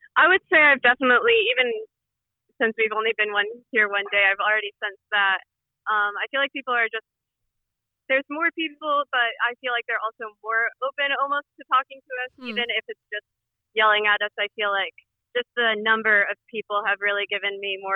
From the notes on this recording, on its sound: debrief with us by phone